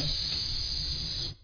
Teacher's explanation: هذا مخرج السين كما نقول طرف اللسان مع ما فوق الثنايا السفلى